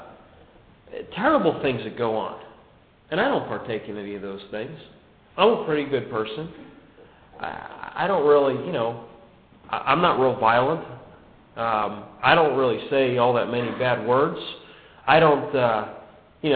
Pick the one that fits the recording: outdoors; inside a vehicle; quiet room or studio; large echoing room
large echoing room